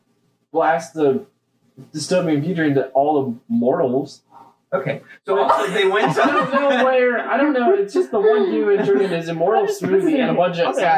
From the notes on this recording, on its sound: this episodes audio quality...mediocre